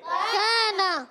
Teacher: کانا کاف کو کھینچیں گے کیونکہ کاف الف زبر کا، اور نون کو نہیں کھینچیں نون زبر نا · Term: ایک الف